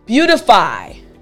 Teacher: when we say this word quickly, The T sounds like a D